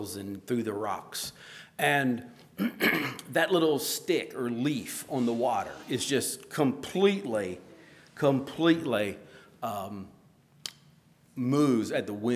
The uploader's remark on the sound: at Hephzibah Mennonite Church on April 30, 2023